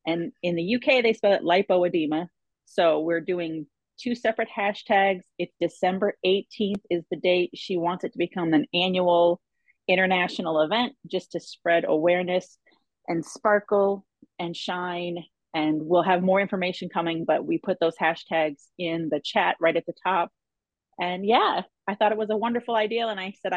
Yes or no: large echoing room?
no